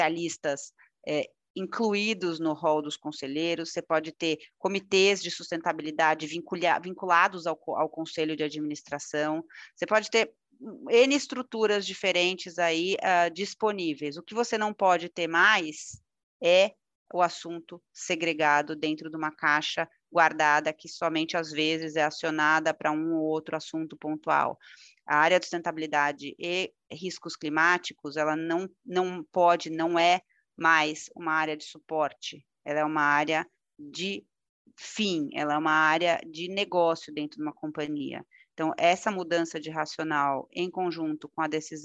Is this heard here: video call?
yes